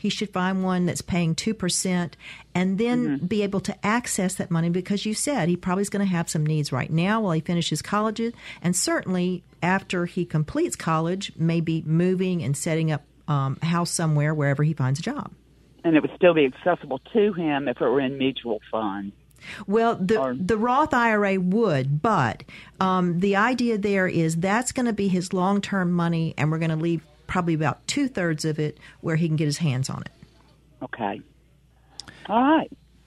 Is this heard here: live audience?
no